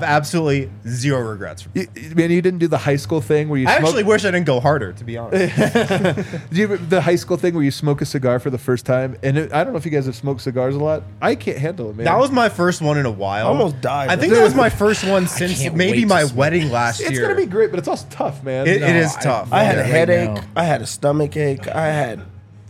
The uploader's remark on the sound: come to you LIVE from the DNVR Bar